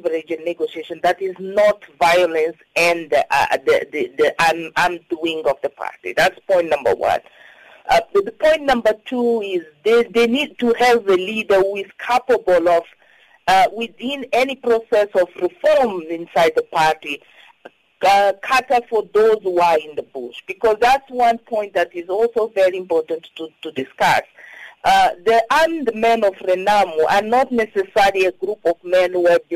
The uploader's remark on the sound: we are joined on the line